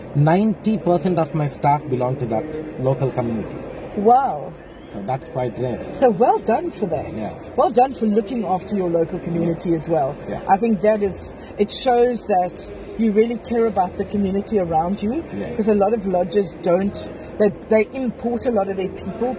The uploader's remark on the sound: at the World Travel Market Africa, in Cape Town early in April 2023